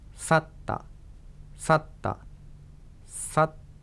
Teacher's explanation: 人が去ったの去ったのたを言わずにサッで止めると上手に発音できます